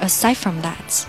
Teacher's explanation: 我们可以把 aside 后面的那个 d 把它吃掉，读快一点，就是 aside fromthat。那么读慢一点，把 d 读出来也不要紧，aside fromthat。The wholeevening， whole 后面的 l 卷舌和 evening 前面的 e 可以做一些连读。The whole